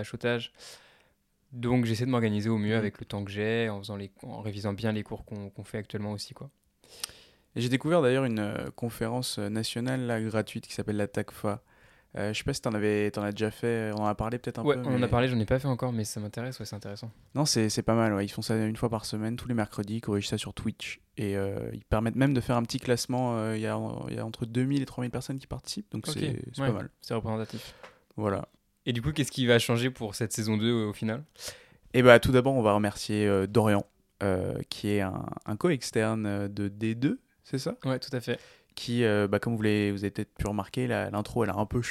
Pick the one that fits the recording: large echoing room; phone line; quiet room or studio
quiet room or studio